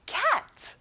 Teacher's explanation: 에 발음이라서 입을 크게 벌려보는 거예요.